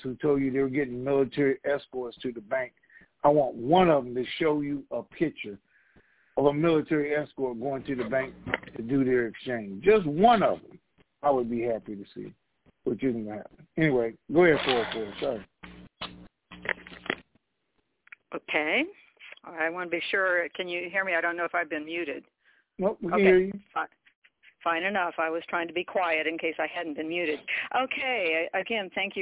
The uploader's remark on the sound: TNTSuperfantastic Conference Call.